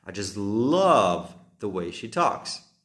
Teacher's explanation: Takisto použijeme slovo just, ale vtedy nedáme dôraz na just, ale dáme dôraz na to slovo, ktoré ide za tým